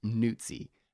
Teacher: It is not Newsy. It is Newtsy, like pizza. It's got like the TS sound.